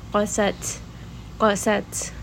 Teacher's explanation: So qaf is heavy, seen is going to be light. Ta is a letter of hams. So as we stop on this letter, make sure you give it a little bit of air.